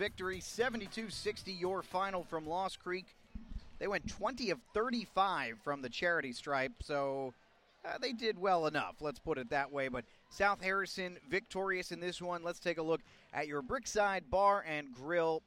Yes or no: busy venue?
yes